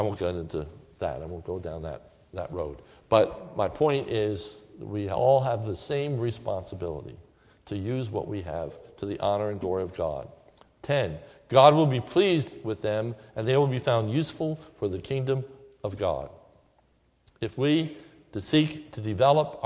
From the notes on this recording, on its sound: This is a sermon recorded at the Lebanon Bible Fellowship Church on 8/7/2016 during the evening service.